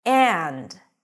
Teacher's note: When this word is emphasized, then the D comes back with all its presence. And the schwa goes back to the pure vowel, which is the a sound